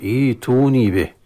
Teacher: نعم، ائتوني به، يعني هنا نبدأ بهمزة مكسورة، همزة وصلية نبدأ بها مكسورة وليست مضمومة